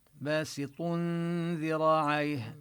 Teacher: ننتقل من ضم الطاء إلى اللسان يكون على مخرج الذال · Term: الإخفاء